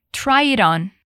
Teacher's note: tentando não falar o som do T, que é um jeito bem comum de pronunciar também, principalmente com uma pronúncia mais americana.